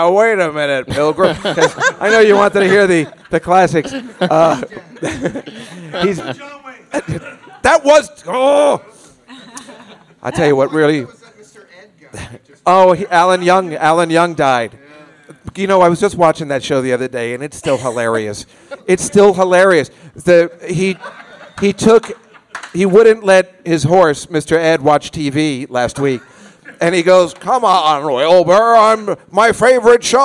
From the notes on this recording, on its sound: This is the live broadcast from The Cakeshop on the Lower East Side in New York City